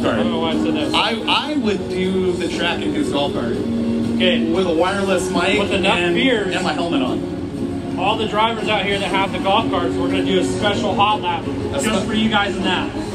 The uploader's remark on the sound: LIVE from Estreet MX. He borrowed a microphone and hopped in the announcer booth.